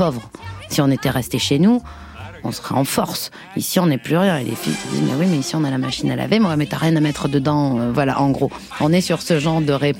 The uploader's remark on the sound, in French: Édition spéciale en direct de la Place Vendôme pour l'hommage national à Robert Badinter.